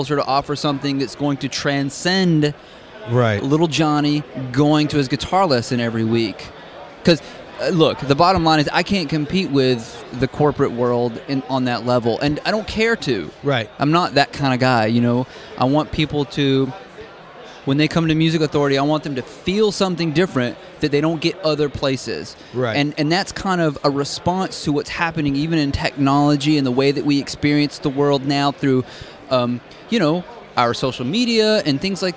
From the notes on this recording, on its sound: We sat down in front of Starbucks in the Hilton hotel during the Anaheim NAMM Convention